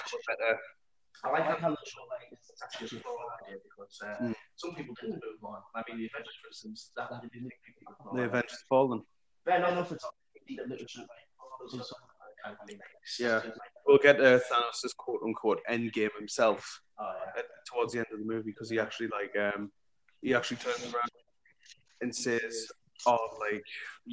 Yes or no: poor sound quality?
yes